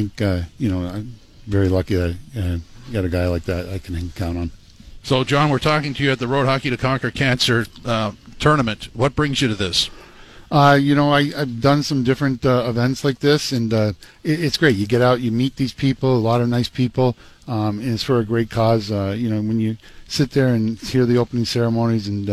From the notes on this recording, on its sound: Live from Princess Margaret's Road Hockey to Conquer Cancer.